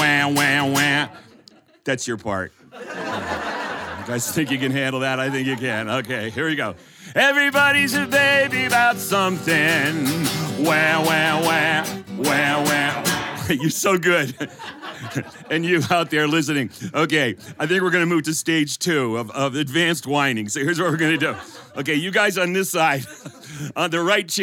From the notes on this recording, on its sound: In the Apple Seed studio with our live studio audience for an evening of wonderful storytelling.